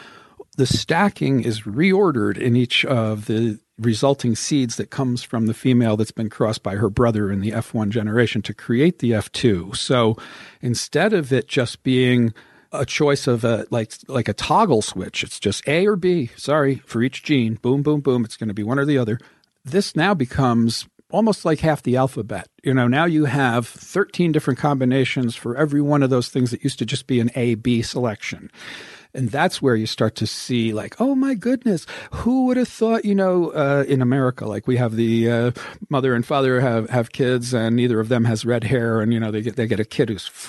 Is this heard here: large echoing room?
no